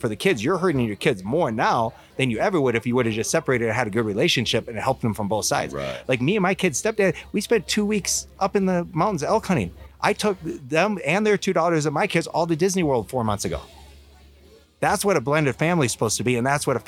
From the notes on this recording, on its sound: Mountain Archery Fest live episode. Live from Mountain Archery Fest.